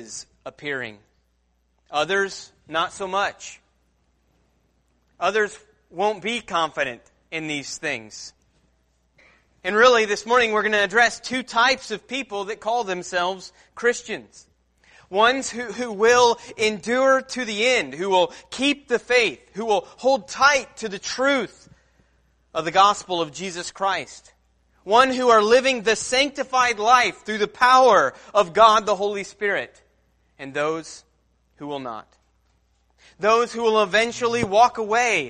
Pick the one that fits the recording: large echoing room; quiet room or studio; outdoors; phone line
large echoing room